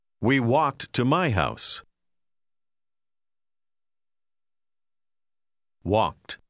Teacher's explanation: la L nella seconda parola non si pronuncia